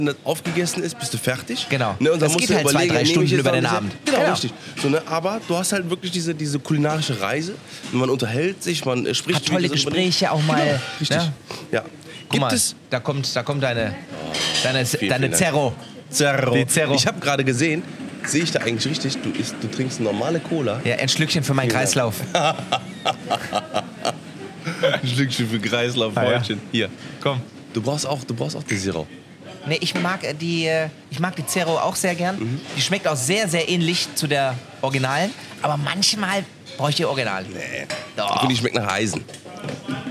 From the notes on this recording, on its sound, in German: Wir sind heute in einem der renommiertesten Fine Dining Restaurants aus Köln. IHR seid live bei der Gönnung in der Hansestube dabei. Hotel Excelsior und der Hansestube in Köln.